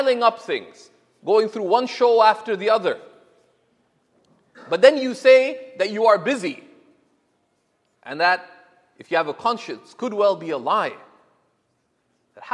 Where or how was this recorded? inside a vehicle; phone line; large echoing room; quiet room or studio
large echoing room